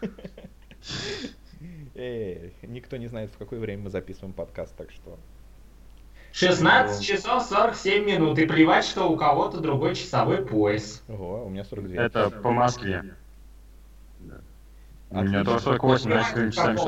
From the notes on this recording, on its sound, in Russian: Это старый выпуск подкаста, не имеющий чёткого формата, записанный в не очень высоком качестве и являющийся, по сути, просто болтовнёй трёх друзей.